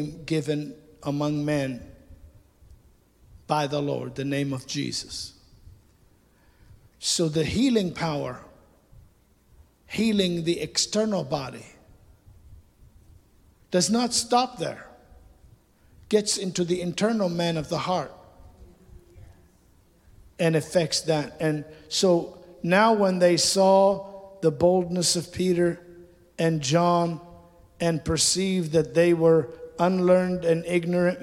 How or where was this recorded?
large echoing room